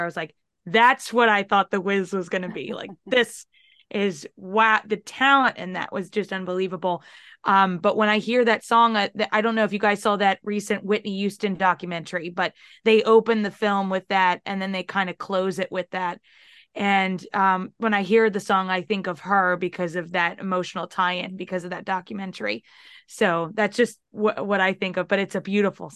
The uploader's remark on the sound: This discussion was held live on Sunday, December 17th on Scene to Song’s Facebook page, and was recorded for this podcast almost in its entirety.